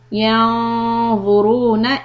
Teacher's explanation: noon is إخفاء heavy quality because ظا is a heavy letter next to it